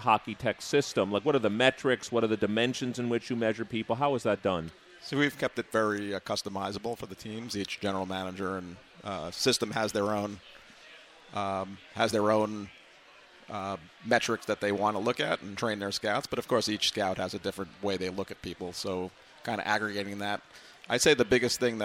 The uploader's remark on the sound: at the Wharton Sports Business Summit 2018